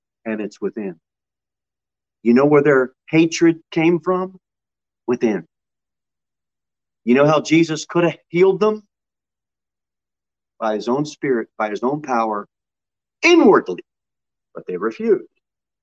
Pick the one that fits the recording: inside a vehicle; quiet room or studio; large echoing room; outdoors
large echoing room